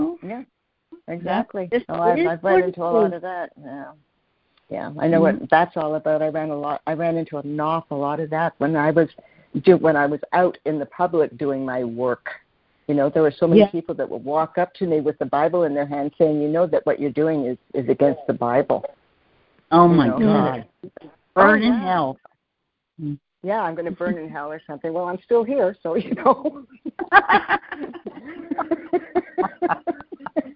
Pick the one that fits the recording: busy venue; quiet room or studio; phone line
phone line